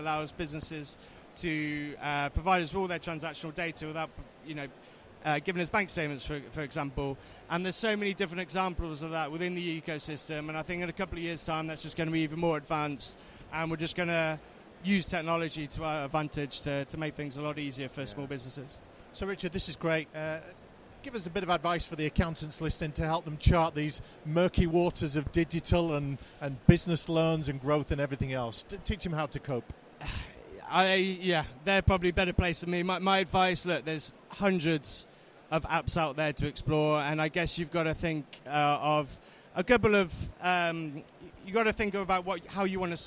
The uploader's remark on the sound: Episode recorded at Accountex 2019.